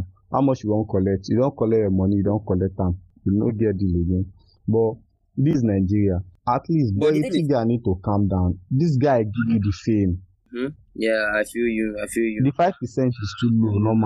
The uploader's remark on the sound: Pardon the bad audio